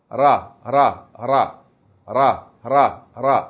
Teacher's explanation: it's tapping the tip of the tongue to the roof of the mouth